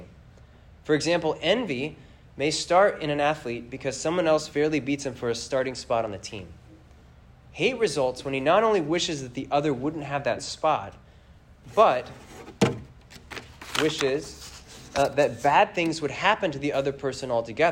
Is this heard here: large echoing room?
yes